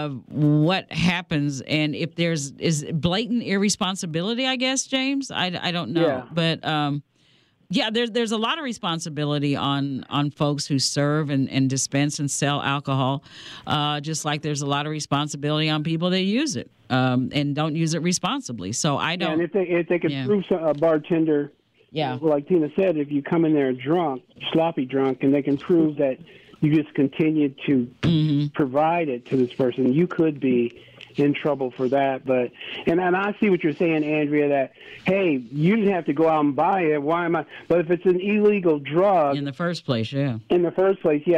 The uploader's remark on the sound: A Full Show Of Open Lines Live On Community Connection!